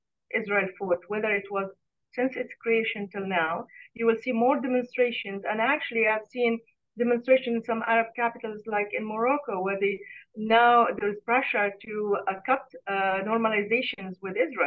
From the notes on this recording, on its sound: Live Q&A webinar. Reporting from Tel Aviv.